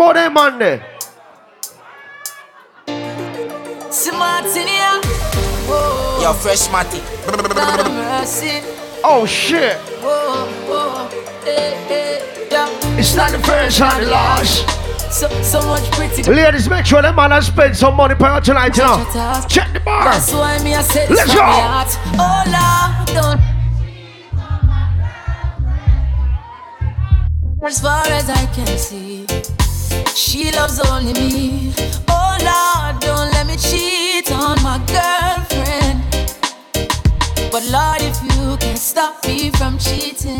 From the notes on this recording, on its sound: Live Inside San Pedro's #1 Night Club - The Verse Allure For Easter 2023